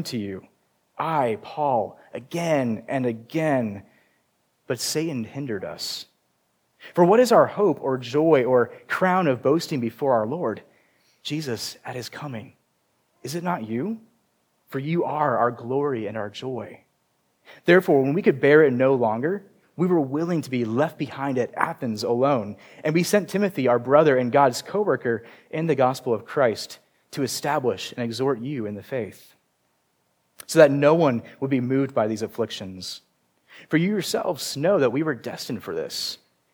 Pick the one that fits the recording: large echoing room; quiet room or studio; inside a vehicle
large echoing room